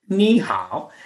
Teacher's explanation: Ni actually has a third tone, which is ni, and hao also has a third tone, which is hao. But when you have two, three tones together, then the first one becomes a two tone. · Term: third tones